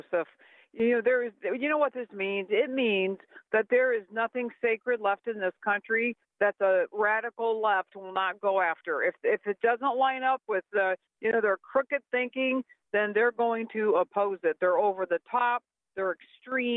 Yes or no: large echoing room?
no